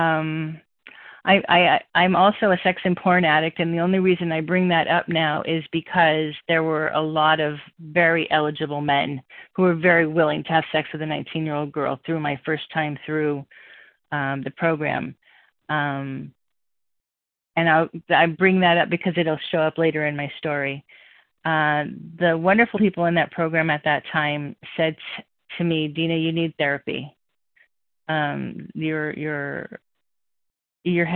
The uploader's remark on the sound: 100 Pounders Phone Meeting